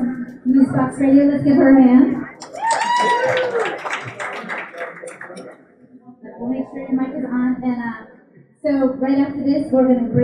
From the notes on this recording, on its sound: DC Podfest Panel 2016 LIVE. This is a special episode based off of the audio from the great DC PodFest panel on diversity in podcasting. That occurred at the Wonderbread Factory in Washington, DC on Saturday, November 5, 2016.